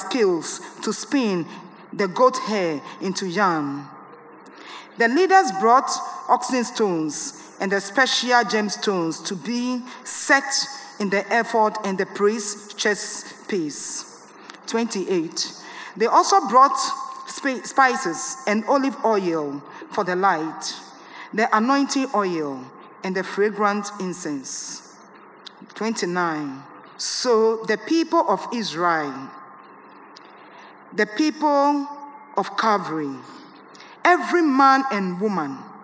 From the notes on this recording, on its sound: Sermon preached at CBC Shiashie Campus